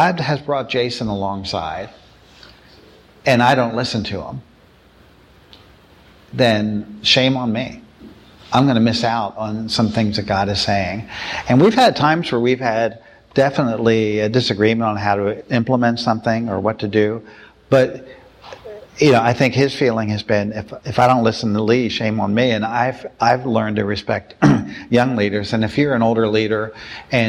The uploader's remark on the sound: you'll hear their Q&A session from the breakfast